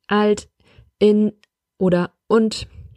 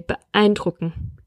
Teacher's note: Der Knacklaut entsteht durch Verschluss der Stimmritze im Kehlkopf. Das Deutsche knackt ständig an Wortanfängen wie alt, in oder und, aber auch mitten im Wort wie bei beeindrucken.